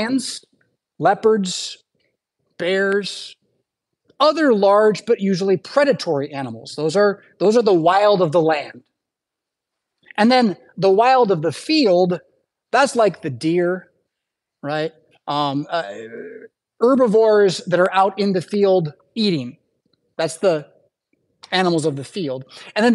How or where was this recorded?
large echoing room